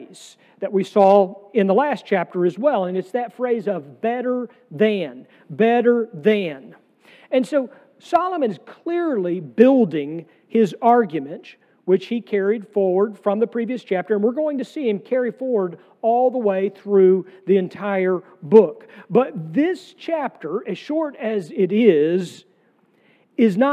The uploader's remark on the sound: sermon from our worship service on June 25, 2023